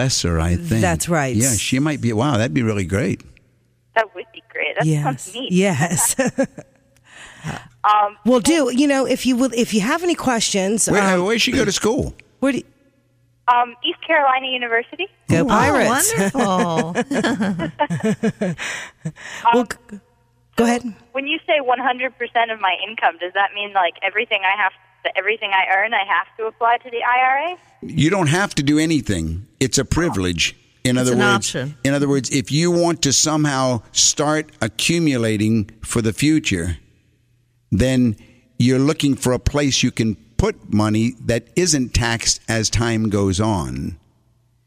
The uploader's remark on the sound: Call-in show.